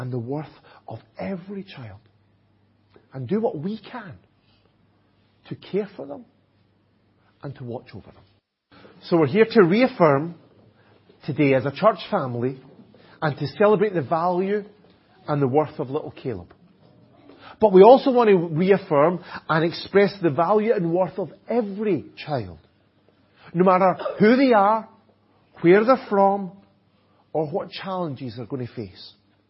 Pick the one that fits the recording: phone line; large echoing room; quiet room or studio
large echoing room